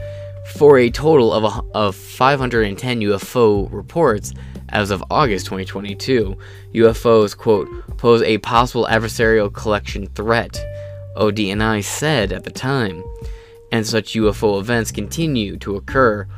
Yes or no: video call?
no